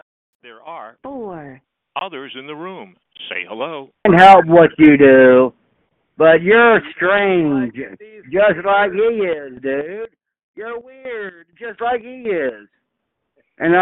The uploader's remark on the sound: Conference Call